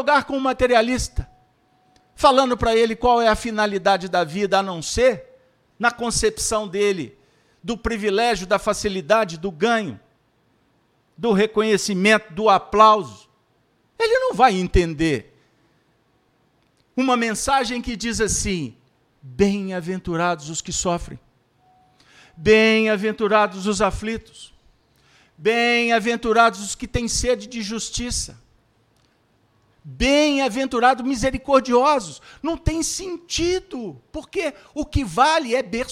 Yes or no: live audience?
yes